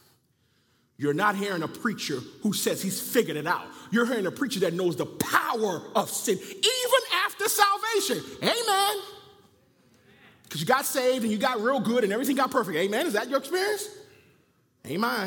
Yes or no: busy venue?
no